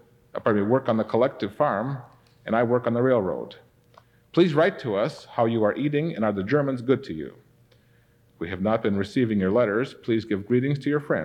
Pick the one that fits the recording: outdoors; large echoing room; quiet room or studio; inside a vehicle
large echoing room